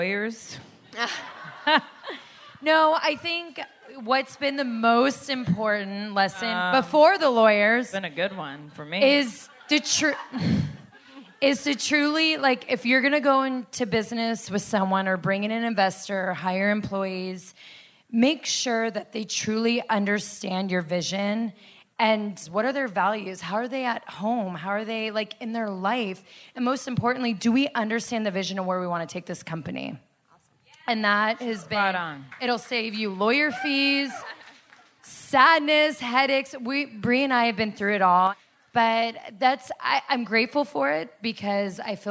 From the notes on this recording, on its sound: live show